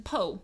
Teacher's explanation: Words that include an O-R will drop the R and become O, as in po, for poor, like a po' boy sandwich.